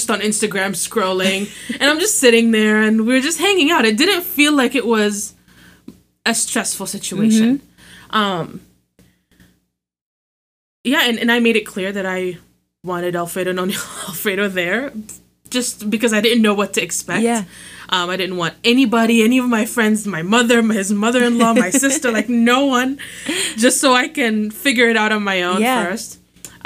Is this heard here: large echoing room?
no